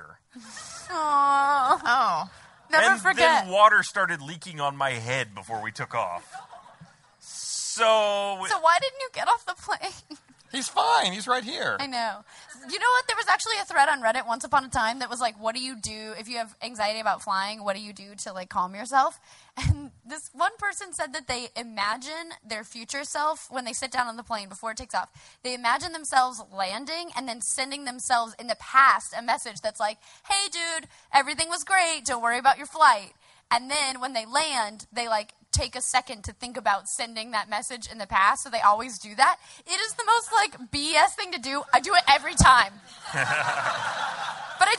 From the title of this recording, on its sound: LIVE from RTX